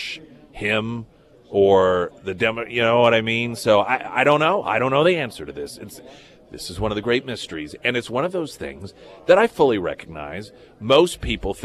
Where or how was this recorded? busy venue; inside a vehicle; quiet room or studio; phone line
busy venue